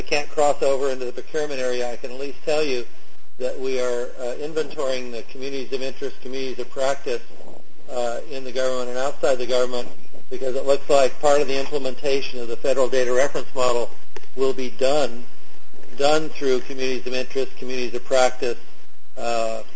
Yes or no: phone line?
yes